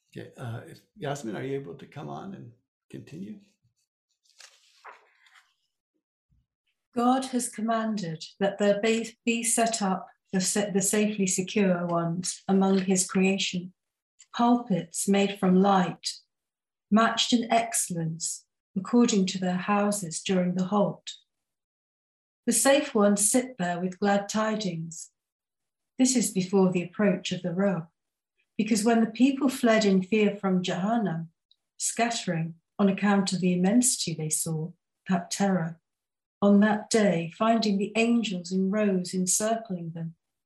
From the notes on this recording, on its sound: First Friday ZOOM Sessions